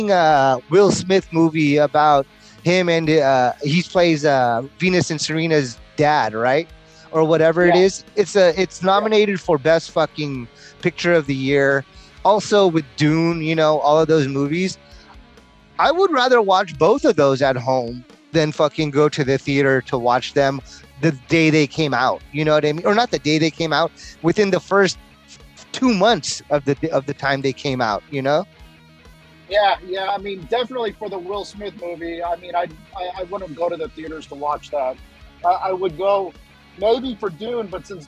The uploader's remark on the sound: gives us a break down while driving north on the road